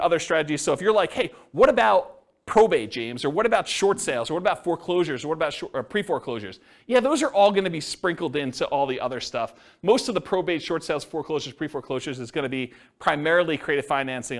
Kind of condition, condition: setting, live audience